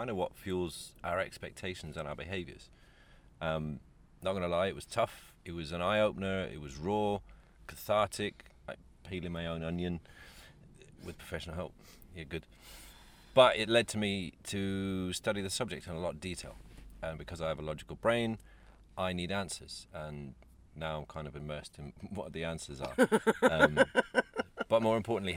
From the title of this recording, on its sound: Trapped in a Van in McDonalds Carpark